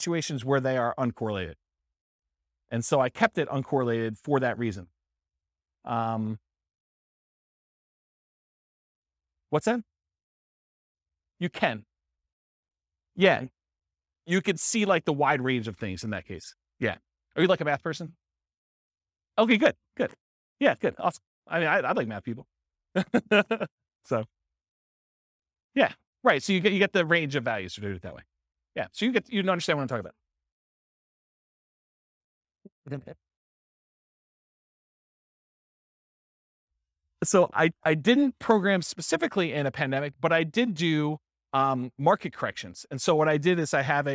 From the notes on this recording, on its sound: This was a live class recorded